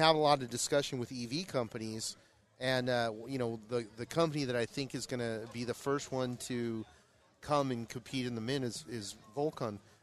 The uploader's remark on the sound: come at you live from the 2023 Sand Sports Super Show from the Pro Armor booth